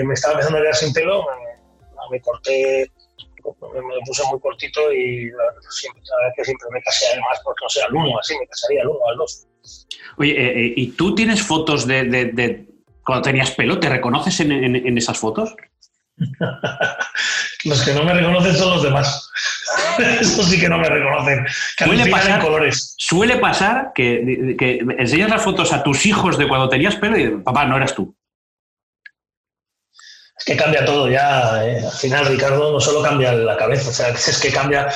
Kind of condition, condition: fault, poor sound quality